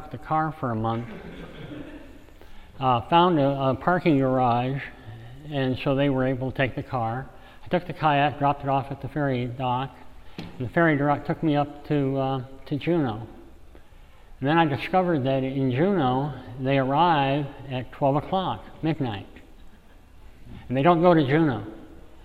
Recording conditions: live audience